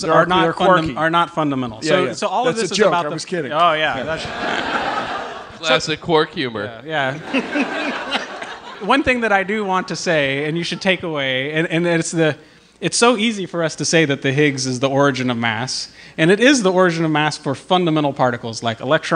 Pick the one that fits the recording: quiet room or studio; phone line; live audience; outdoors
live audience